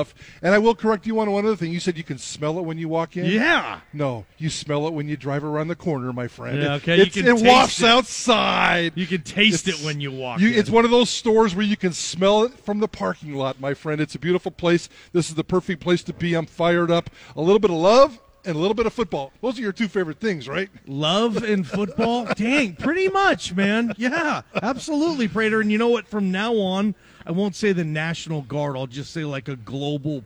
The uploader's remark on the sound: Live from Pastry Perfection for Diamond Dig XII